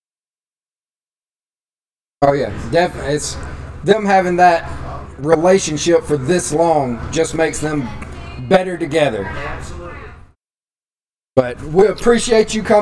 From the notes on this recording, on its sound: Recorded LIVE at FloBama Music Hall in Downtown Florence Alabama.